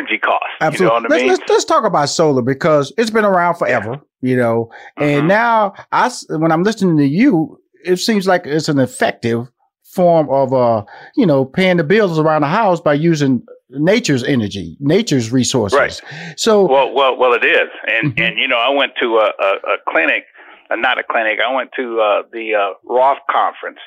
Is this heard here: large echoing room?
no